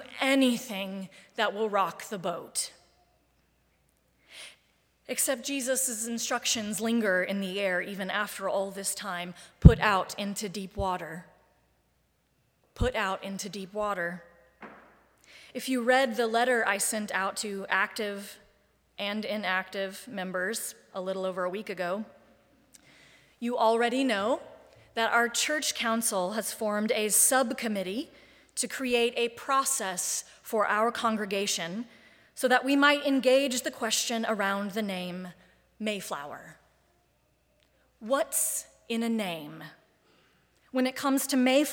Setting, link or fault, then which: setting, large echoing room